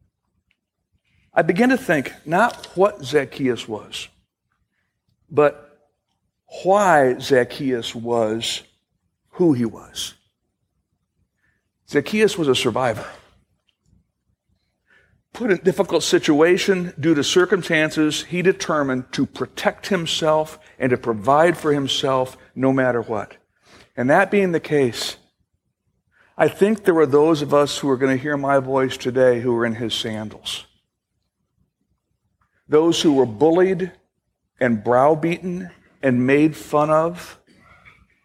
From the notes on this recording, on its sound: Originally recorded July 2, 2018, at Fellowship Missionary Church, Fort Wayne, IN.